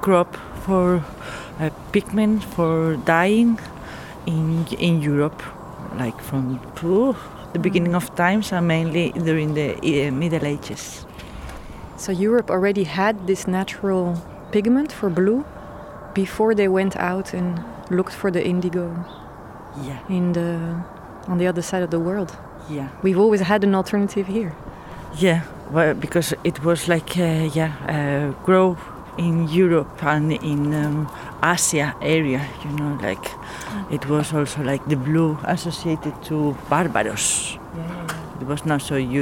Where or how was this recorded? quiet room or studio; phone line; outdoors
outdoors